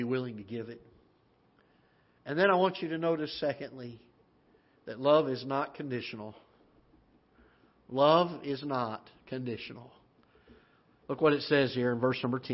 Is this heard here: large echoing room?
yes